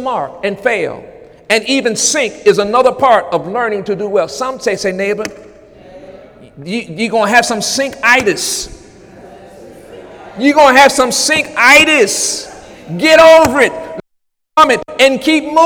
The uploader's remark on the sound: During Sunday morning service on July 23, 2017